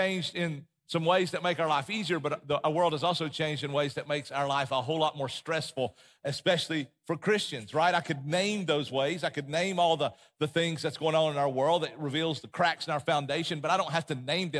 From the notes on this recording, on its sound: Recorded from the LifePoint Church Smyrna Campus in Smyrna, TN.